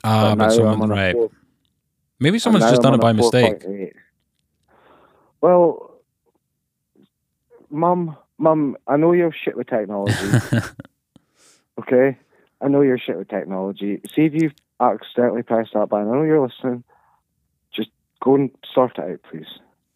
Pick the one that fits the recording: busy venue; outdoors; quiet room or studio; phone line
phone line